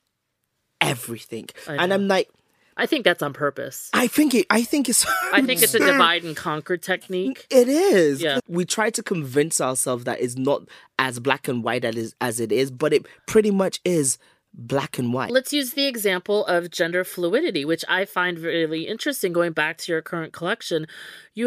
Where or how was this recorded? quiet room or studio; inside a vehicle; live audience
quiet room or studio